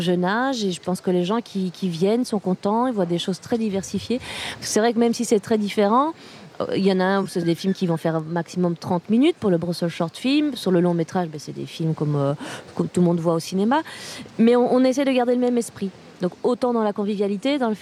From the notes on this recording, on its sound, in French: aujourd'hui depuis le Brussels Short Film Festival, à la Monnaie